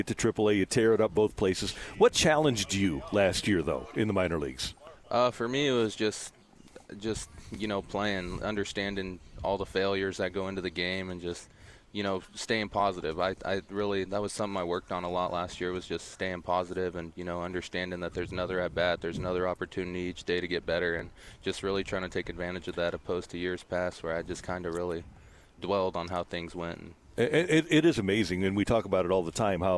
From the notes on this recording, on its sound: The Fast Lane Live from Spring Training. By 101 ESPN.